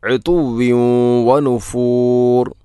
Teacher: തൻവീനു ശേഷം വ എന്ന അക്ഷരം വന്നാൽ ഇദ്ഗാം നാഖിസാണ്. ഉതുവ്വിൻ വനുഫൂർ എന്നാണ് പറയേണ്ടത്.